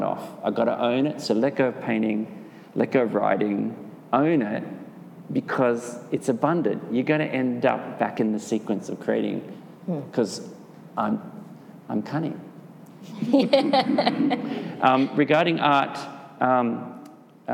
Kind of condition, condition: setting, live audience